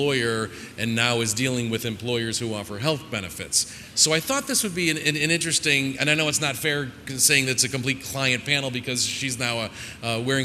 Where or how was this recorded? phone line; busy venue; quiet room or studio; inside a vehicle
busy venue